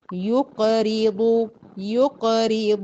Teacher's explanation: أقلقل القاف أضم الياء كويس عشان القاف تطلع فصيحة، ري أكسر الره أتم كسرها، يقرض، يقرض الله قرضا، الكلمة كلها مفخمة.